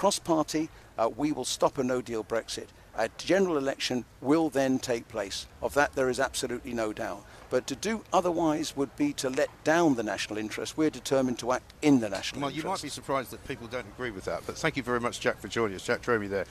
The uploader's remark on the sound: Parliament Resumes: Live from College Green.